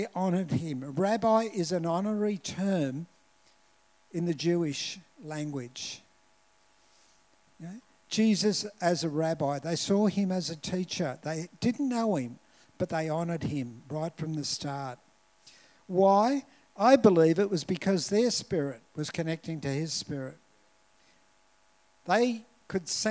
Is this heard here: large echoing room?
yes